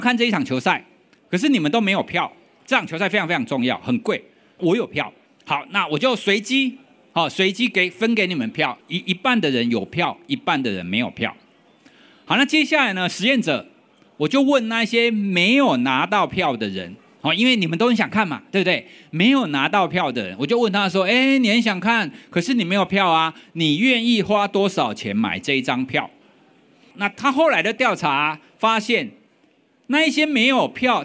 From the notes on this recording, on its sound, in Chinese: 本集節目為12/2我在Today at Apple的講座活動錄音